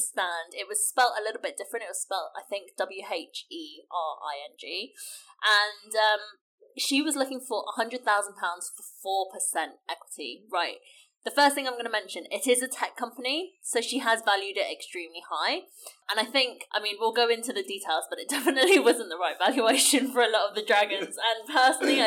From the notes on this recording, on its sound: It didn't go that well technically, so we're sorry about the quality!